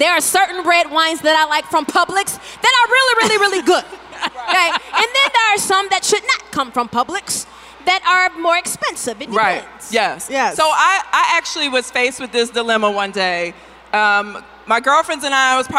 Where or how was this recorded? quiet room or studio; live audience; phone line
live audience